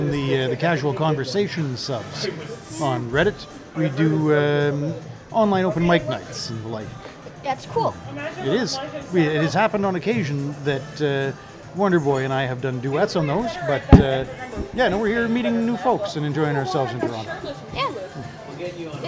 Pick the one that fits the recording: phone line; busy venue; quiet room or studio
busy venue